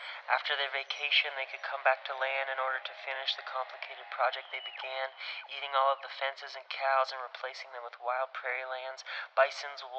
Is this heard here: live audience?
no